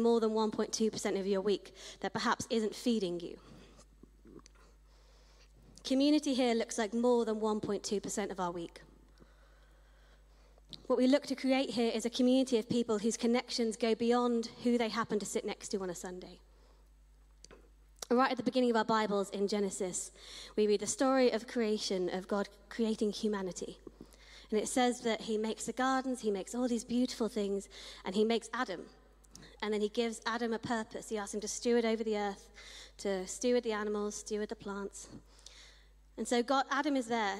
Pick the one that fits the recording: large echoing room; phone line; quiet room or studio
large echoing room